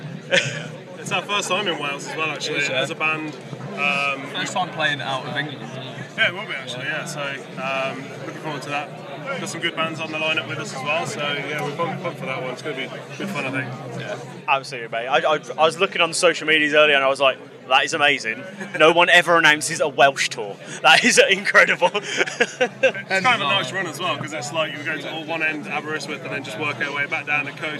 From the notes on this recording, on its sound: From our 'Live from Bloodstock 2023' series.